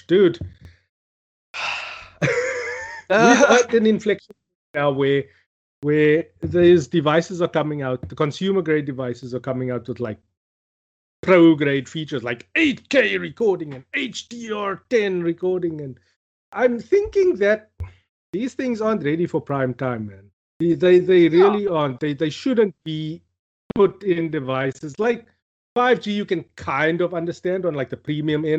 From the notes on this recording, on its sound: Recorded via Skype